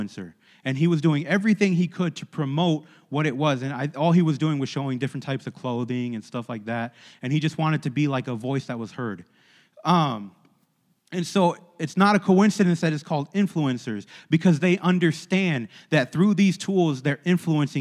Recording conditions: large echoing room